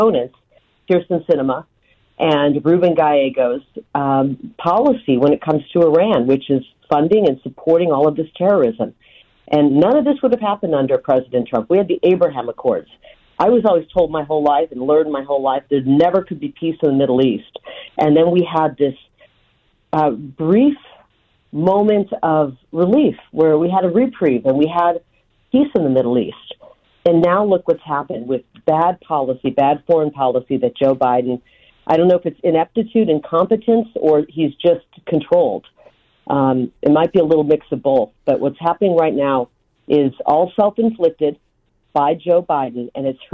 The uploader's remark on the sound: joins the show by phone